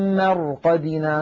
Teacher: طيب إن كانت ساكنة ننظر إلى الحرف الذي قبلها، إن كان مفتوحا أو مضموما نفخمها، وإن كان مكسورا نرققها، يعني نعتبرها كأنها مشكولة بحركة الحرف الذي قبلها، ساكنة قبلها مفتوح، مثل مرقدنا، قالوا يا ويلنا من بعثنا من مرقدنا، نلاحظ أن الراء ساكنة قبلها مفتوح فنفخمها وكأنها راء وكأنها مفتوحة